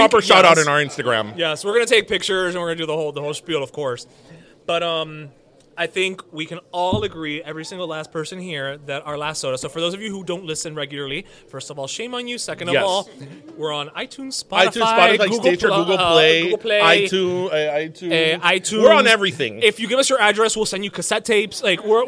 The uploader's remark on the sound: We’re Live from the Burger Museum. We’re still gonna be stuffed from all the food we ate at this recording.